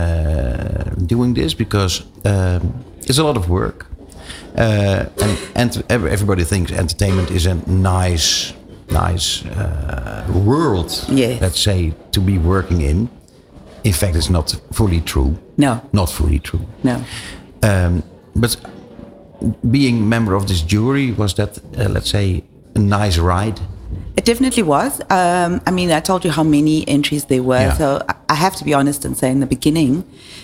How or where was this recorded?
busy venue